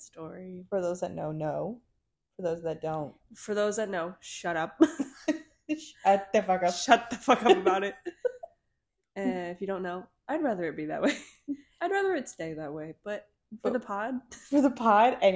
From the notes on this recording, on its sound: Our audio quality might be a bit wonky here as we were just starting out.